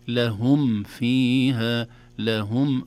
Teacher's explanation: ولكن الصحيح أن الميم الساكنة إذا جاء بعدها فاء تظهر. وأظهر لدى واو وفاء أن تختفي لقربها الميم من الشفتين لهم والفاء من الشفة السفلى، في فاء أصبح حرفان متقاربان. · Term: إظهار للميم